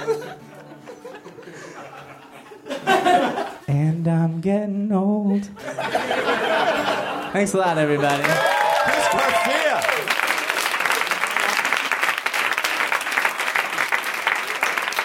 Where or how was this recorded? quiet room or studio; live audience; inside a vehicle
live audience